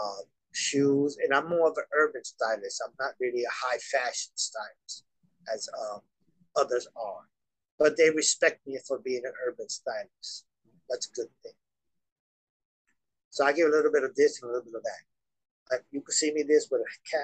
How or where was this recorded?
video call